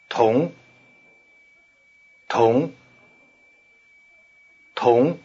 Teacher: try to give an extra explosiveness to the T as you repeat it